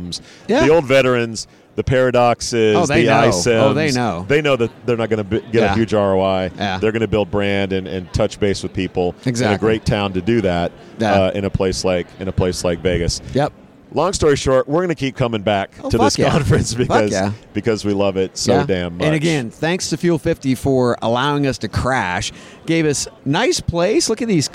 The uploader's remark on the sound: from the HR Tech Conference in Las Vegas from the Fuel50 booth